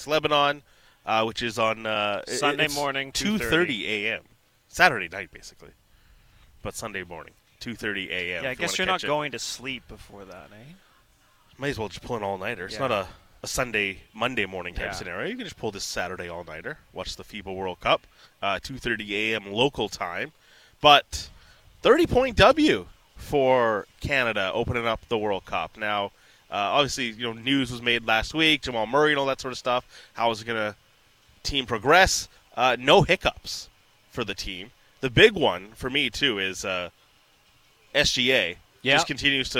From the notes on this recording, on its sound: on location at Nat Bailey Stadium